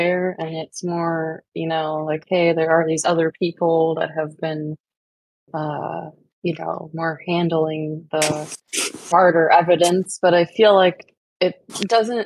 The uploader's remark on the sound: We recorded this episode from Discord using Craig , a voice channel recording bot for Discord. We recorded this episode from Discord using Craig , a voice channel recording bot for Discord.